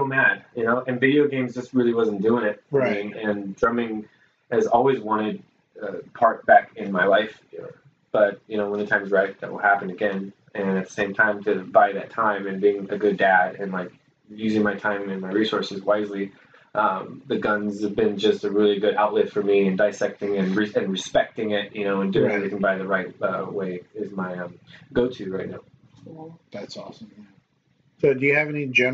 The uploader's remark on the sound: Add some bourbon in the mix and it was just an all around good time! This might not be the best sounding podcast.